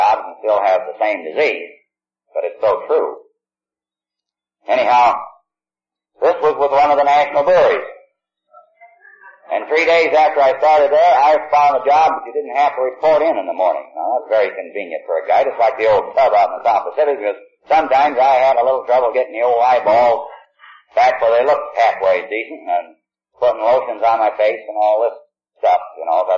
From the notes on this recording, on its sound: He is telling his story in San Francisco. At an unknown event. This recording has a harsher tone to it as many older recordings do, I was able to get the background hum out.